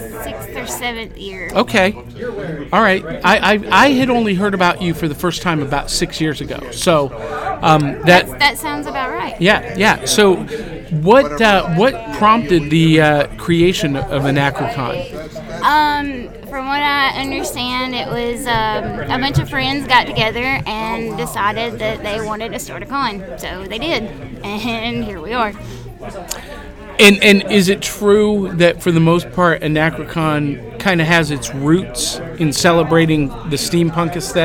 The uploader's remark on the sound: Live from Anachrocon in Atlanta Georgia!